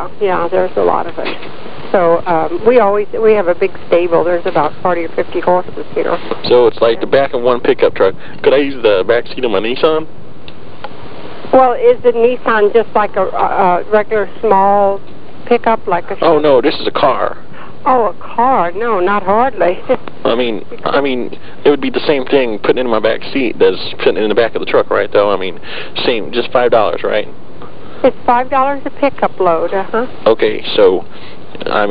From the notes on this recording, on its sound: Prank Phone Calls Collection